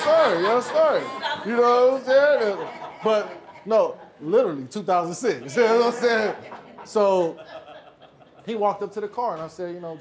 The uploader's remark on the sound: Heard Studio and Strangest Fruit Podcast present the Compton Innocence Initiative live at Cal State State University Los Angeles. This is our first live podcast.